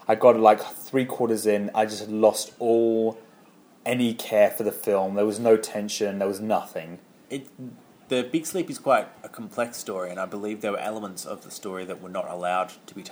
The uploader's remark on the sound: Live from The Blue Dahlia nightclub in downtown Hollywood